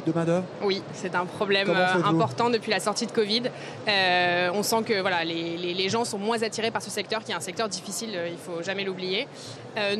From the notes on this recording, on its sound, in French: Émission spéciale en direct du BIG, le plus grand rassemblement business d’Europe